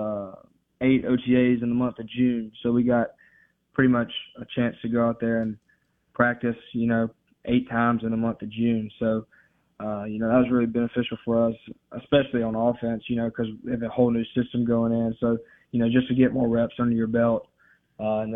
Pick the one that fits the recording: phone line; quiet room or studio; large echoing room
phone line